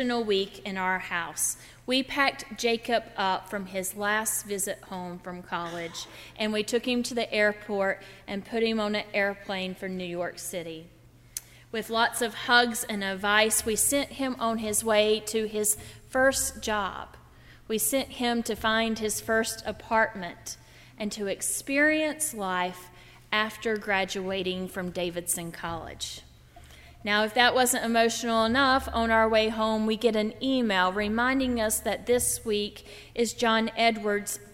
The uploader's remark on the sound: During the Heritage service (11:00 am) on Sunday June 5, 2016, at First Presbyterian Church of Arlington Heights, Illinois. Part of Baccalaureate Sunday.